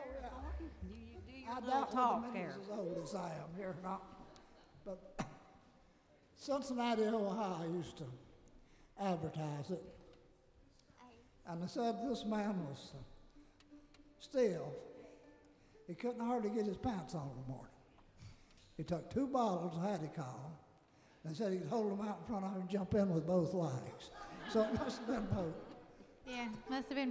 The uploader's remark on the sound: Live on the Virginia Folklife Program stage at Bristol Rhythm and Roots Reunion in 2010. (Incomplete set.)